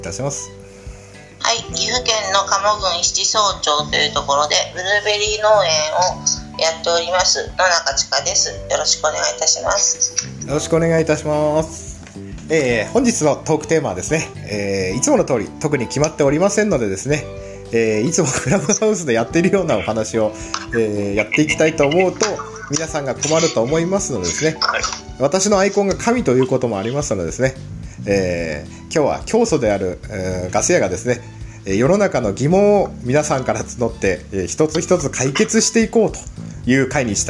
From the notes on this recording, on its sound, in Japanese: クラブハウスの布教活動の様子。クラブハウスでみんなの同意を得て収録しました！